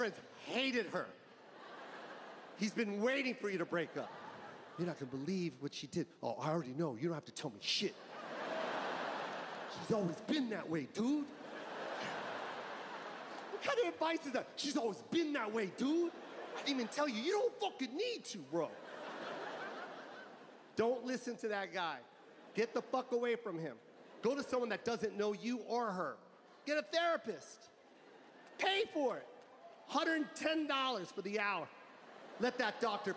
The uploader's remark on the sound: Live from the Los Angeles Forum 2022